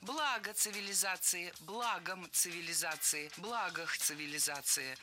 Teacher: Слово «благо» имеет неподвижное ударение на основе. И при склонении ударение сохраняется на первом слоге.